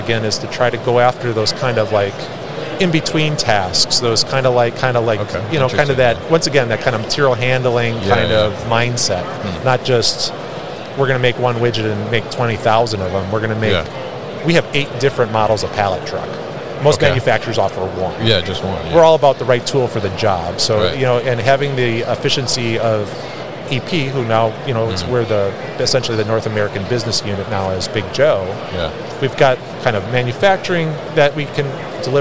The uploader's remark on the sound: Big Joe Lift Trucks at MODEX 2022